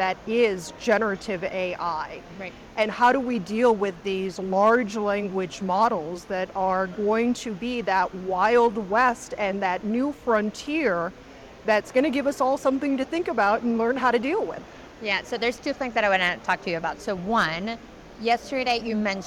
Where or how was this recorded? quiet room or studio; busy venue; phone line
busy venue